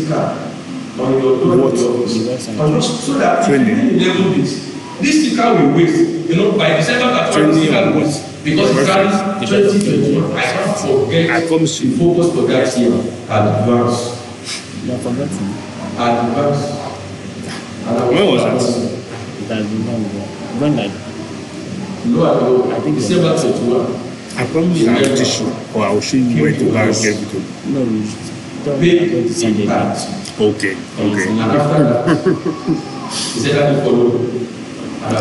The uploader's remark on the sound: Covenant Champions Global Assembly Live Service